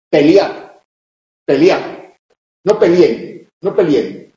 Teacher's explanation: Y al convertirse en vocal alta, se funde en una sola sílaba y aparece un diptongo donde la norma dice que no hay diptongo · Term: sinéresis